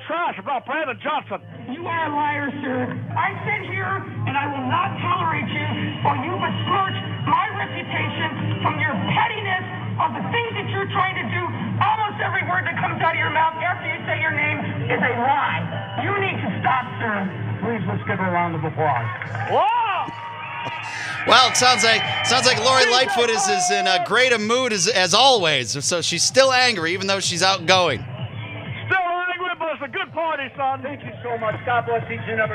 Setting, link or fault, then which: setting, busy venue